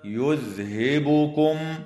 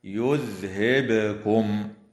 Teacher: والصواب القراءة بإسكان الباء مقلقلة · Shown in: second take